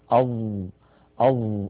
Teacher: الظاء حرف مطبق كالطاء التي مرت معنا منذ قليل، يعني نعني بالإطباق انحصار صوتها بين اللسان وبين سقف الحلق وبين غار الحنك الأعلى، فهذا الانحصار يعطي صوت الظاء قوة.